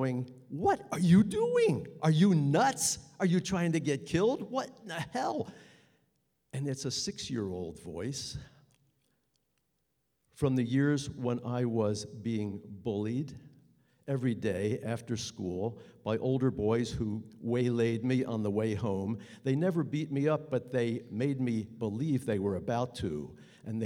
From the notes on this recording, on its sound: New England Public Radio and the Academy of Music Theatre collaborated to present four live Story Slam events at Hinge in Northampton, MA in 2014-15.